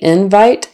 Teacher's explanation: the stress is on the first syllable for the noun